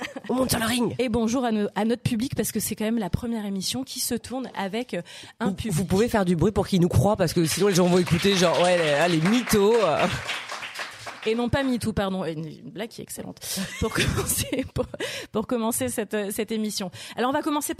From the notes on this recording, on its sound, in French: Avec une grande nouveauté cette année, celle d’enregistrer des talks en direct et avec du public !